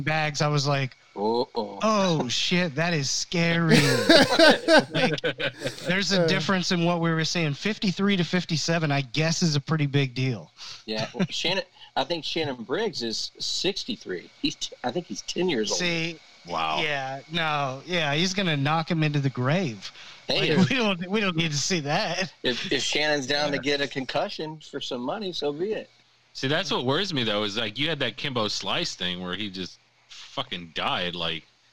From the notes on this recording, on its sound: While the barbershop was closed during the lock downs we poorly recorded some zoom calls. Quality is a mess and background noises are distracting but we didn't let it stop us from enjoying some beers with eachother over the phone.